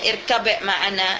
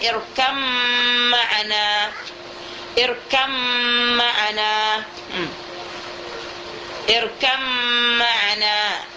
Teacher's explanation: Cuma saja dengan di ba ini lebih kuat tekanannya daripada mim. Jadi kita memindahkan ba ini ke harful mim · Shown in: second take · Irkam. · Term: idgham kamil